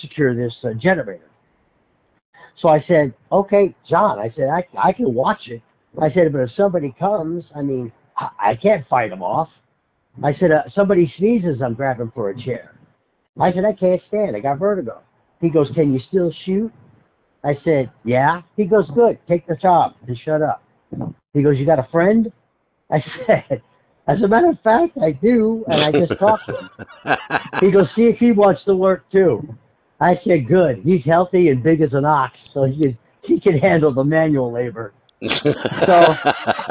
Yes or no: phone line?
yes